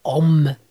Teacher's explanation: ja mam problem z końcówką on, która u mnie brzmi om. No, staram się z tym walczyć, ale jest ciężko. · Term: wschodni nalot